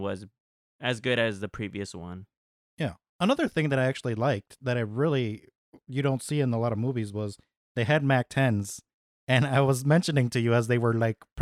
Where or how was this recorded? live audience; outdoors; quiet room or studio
quiet room or studio